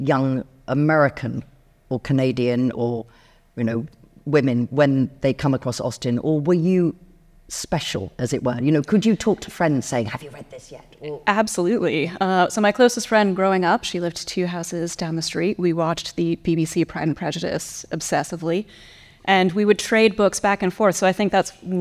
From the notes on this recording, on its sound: In this episode, which was originally recorded as a live event.